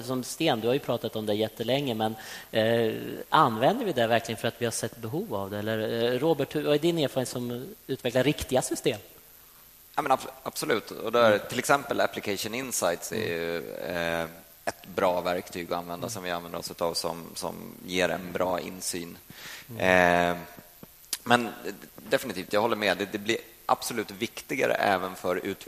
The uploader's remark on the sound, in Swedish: Detta är en inspelning ifrån min session på TechDays 2014.